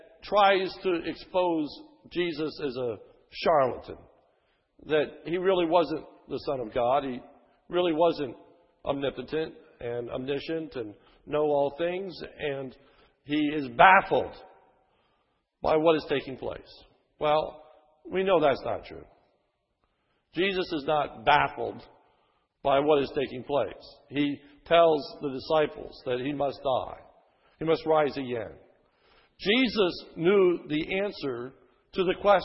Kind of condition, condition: setting, large echoing room